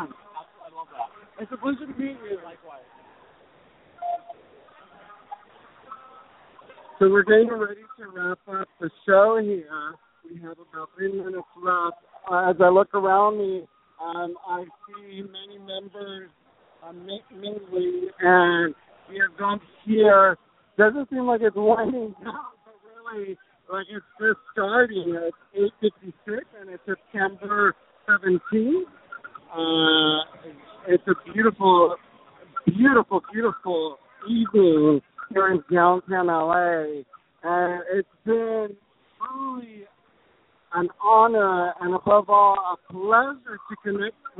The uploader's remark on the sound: Live from the 2015 HONOR PAC Gala Celebration. La Plaza de Cultura y Artes. Los Angeles, CA 90012.